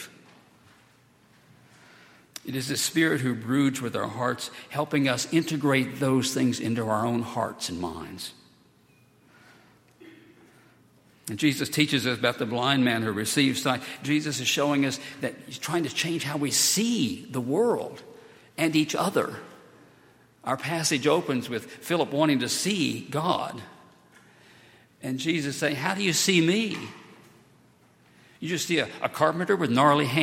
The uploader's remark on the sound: At Highland Baptist Church.